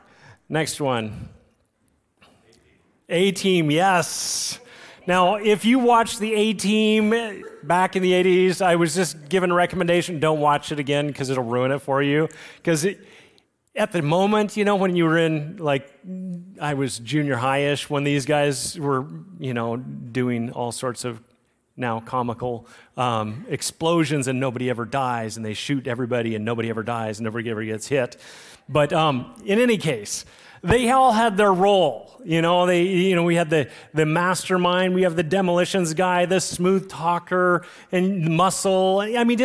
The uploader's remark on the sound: Recorded on Sunday, October 1, 2023, at Liferoads Church in Spokane, Washington.